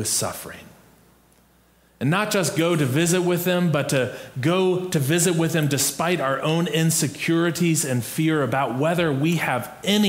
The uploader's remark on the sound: Preached on December 11, 2022, in our MorningSong worship service.